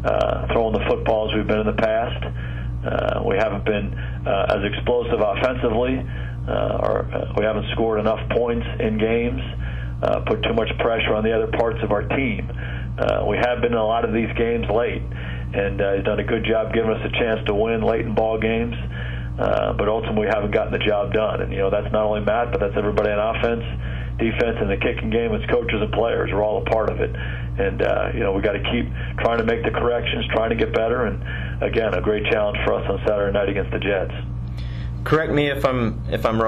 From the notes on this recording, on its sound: Opponent Conference Call. Dallas Cowboys Head Coach Speaks with the New York Media.